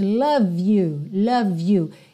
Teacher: Aqui, olha que interessante, love you, love you. Eu também ligo, porque o E de love não é pronunciado. Então, já ligo o V no you. Embora Y não seja uma vogal, seja uma consoante, ela tem um som de vogal, you, ok?